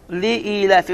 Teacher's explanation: miqdar, uzatma miqdar iki hərəkədir. Sonra, li-i-lə-fi, ləmni uzatdıq, çünki kiçik bir işarə var.